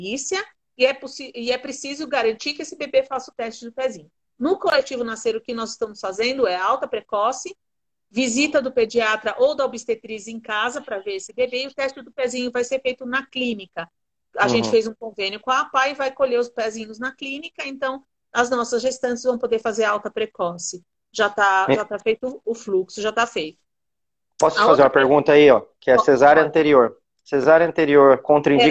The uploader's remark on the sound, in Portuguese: Essa live foi realizada no Instagram